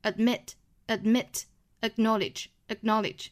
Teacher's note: 这里面这两个爆破音都是不爆破的